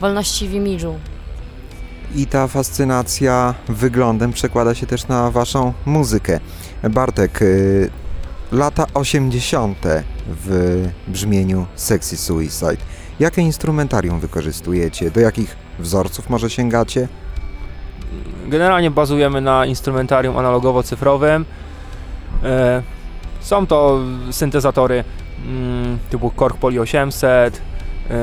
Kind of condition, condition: setting, busy venue